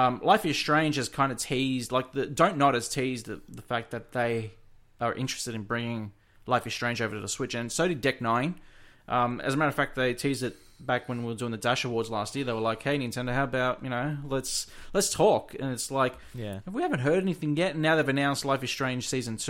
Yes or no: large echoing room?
no